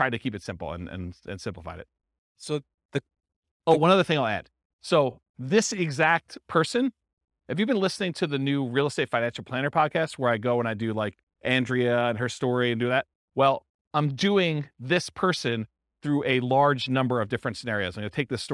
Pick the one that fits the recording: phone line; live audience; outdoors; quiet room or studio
live audience